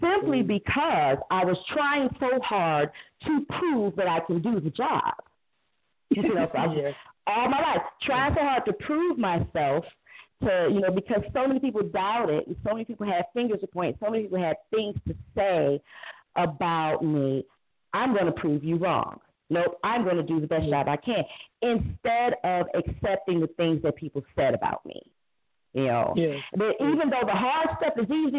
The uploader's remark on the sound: welcome to the debut of our call-in show.